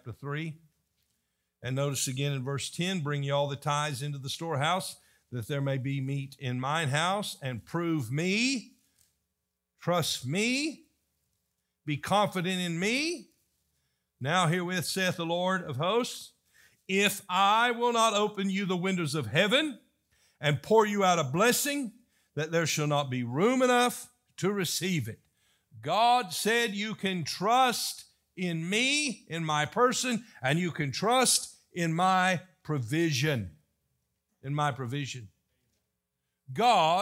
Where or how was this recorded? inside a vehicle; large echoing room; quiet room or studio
large echoing room